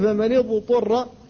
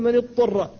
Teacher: أن تظهر الضاد قبل الطاء إذا سكنت، فإن كثيرا من الناس يدغمها فيها · Shown in: first take · فلا بد من الفك حتى تظهر، وذلك في مثل فمن اضطر.